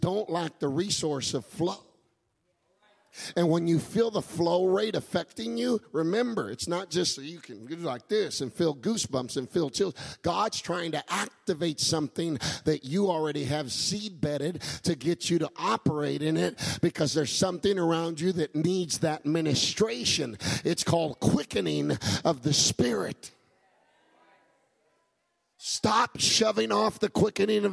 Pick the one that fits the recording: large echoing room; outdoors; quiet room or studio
large echoing room